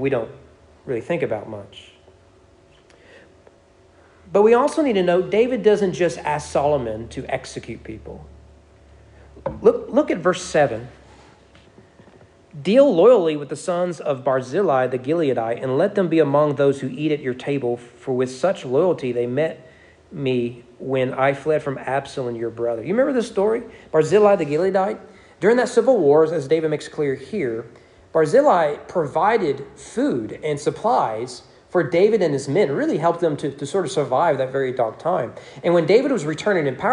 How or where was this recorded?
large echoing room